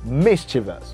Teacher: The stress falls at the first syllable.